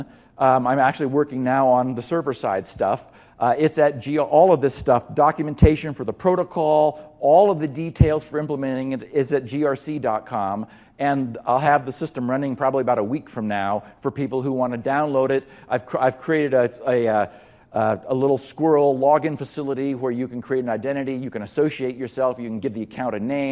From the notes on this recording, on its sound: During DigiCert Corporation's Security Summit 2014 event on November 7th, 2014 in Las Vegas.